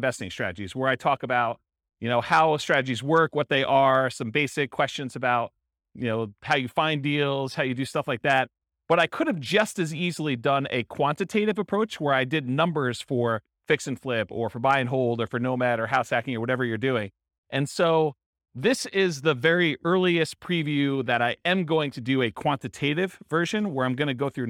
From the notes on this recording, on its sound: Real estate investors and real estate entrepreneurs in Durham, North Carolina. This was a live class recorded.